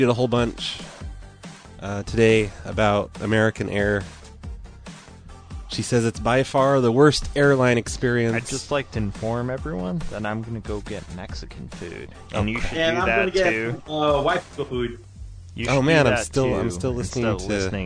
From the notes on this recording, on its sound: Personal Prank Phone Calls Collection